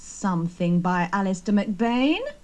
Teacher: pronounce the O in something, somebody, and someone with the sound of the U in cut